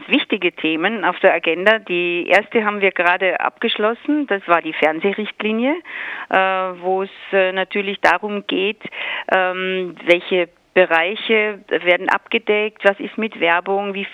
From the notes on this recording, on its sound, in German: Radio Corax begrüßte am Telefon eine Frau.